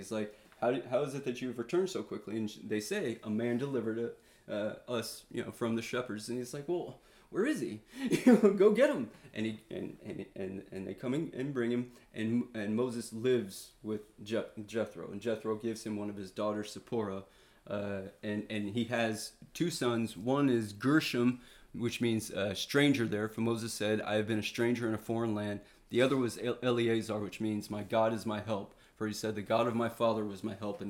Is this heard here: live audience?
no